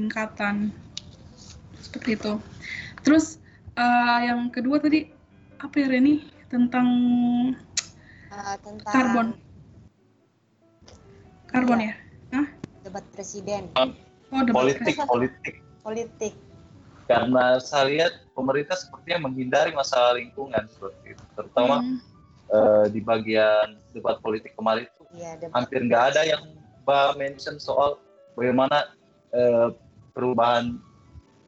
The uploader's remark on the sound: Kami pun mengadakan Webinar via Skype dengan judul Aksi Iklim di Tengah Pandemi. Webinar ini berhasil menggait kurang lebih 56 partisipan yang aktif dalam diskusi.